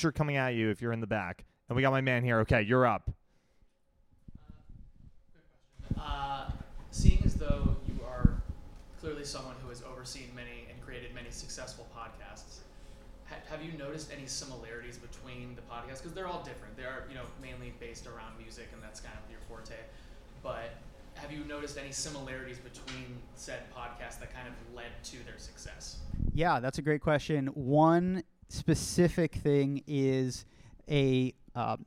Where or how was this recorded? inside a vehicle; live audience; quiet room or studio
live audience